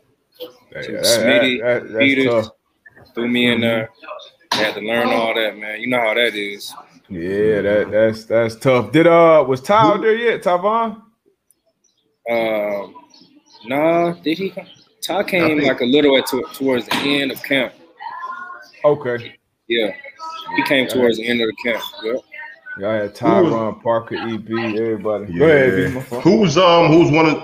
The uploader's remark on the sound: we did have some outside noise going